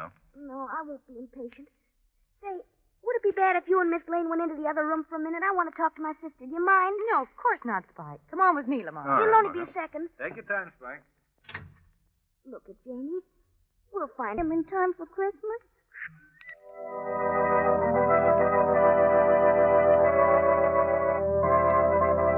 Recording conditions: poor sound quality